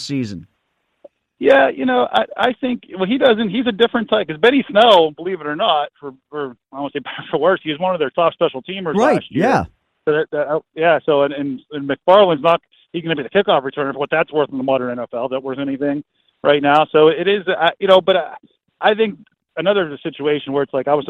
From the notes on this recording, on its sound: Called in while I was on 105.9 the X.